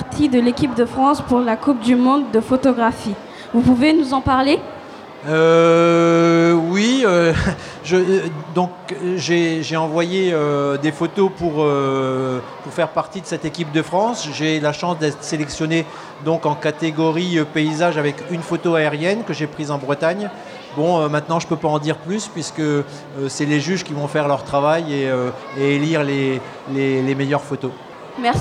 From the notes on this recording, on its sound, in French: Les élèves de l’option « journalisme » du collège Anne Frank de Saint-Dizier ont réalisé une émission de webradio diffusée en direct et en public depuis le festival de la photographie animalière et de nature de Montier-en-Der à l’occasion de son 25ème anniversaire.